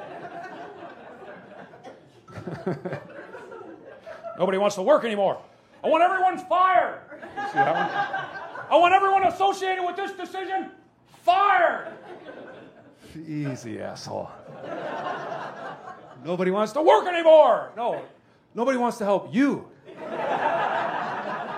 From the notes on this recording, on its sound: Recorded live from the Green Mill in Chicago.